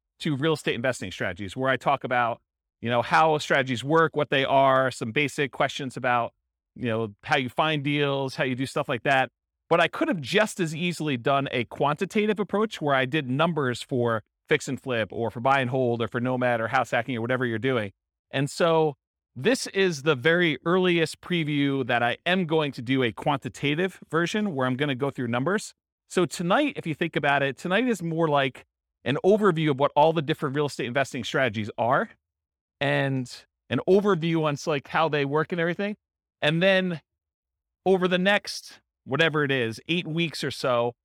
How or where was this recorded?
live audience